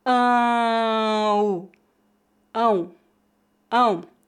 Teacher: Note que devemos pronunciar as duas vogais. A vogal nasal é forte e a vogal oral é bem fraca. · Term: ditongos nasais